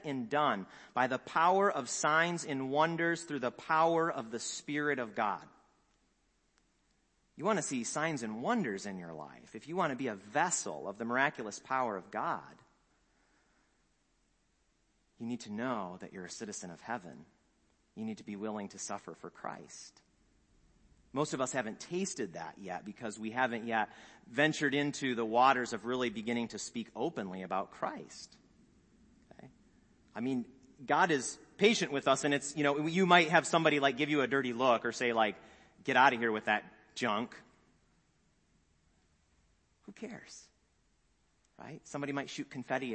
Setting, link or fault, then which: setting, large echoing room